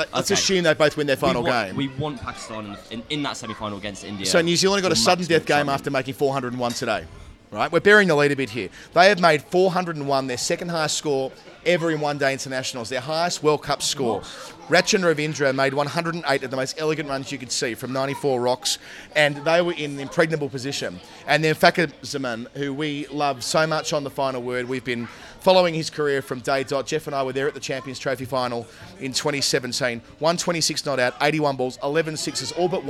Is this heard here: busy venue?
yes